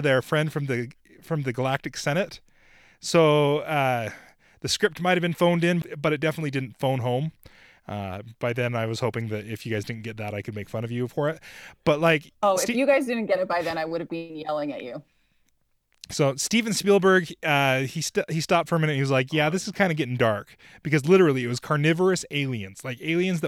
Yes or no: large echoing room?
no